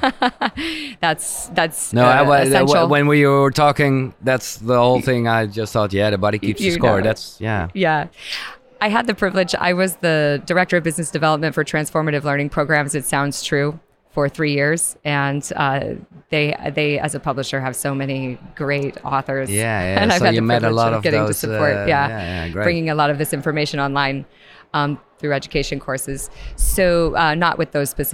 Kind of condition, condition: setting, busy venue